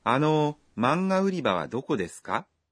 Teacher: Essa sentença é uma pergunta, já que tem ka ao final e é falada com entonação ascendente.